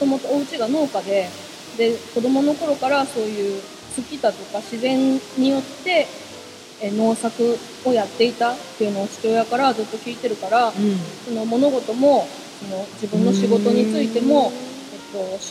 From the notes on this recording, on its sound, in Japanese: 新月の日に滝の横で収録した。滝の音とマイナスイオンをたっぷり乗っけて配信します。